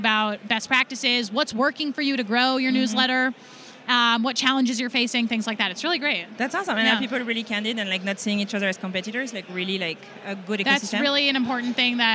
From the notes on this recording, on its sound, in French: Le Podcast Movement (conférence là où est enregsitrée cette interview).